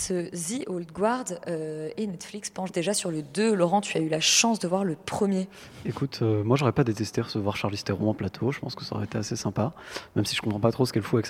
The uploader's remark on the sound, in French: En direct des Grands Voisins